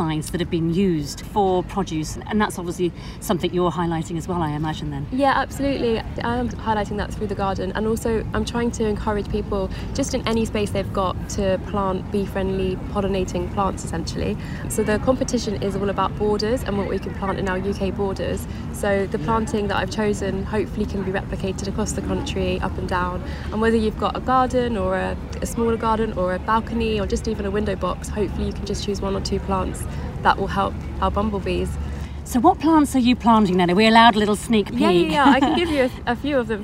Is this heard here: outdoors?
yes